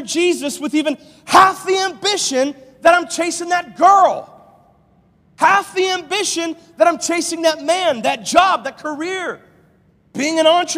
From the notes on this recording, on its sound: live from Covenant Church